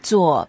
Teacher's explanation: It's a fourth tone, so we go down.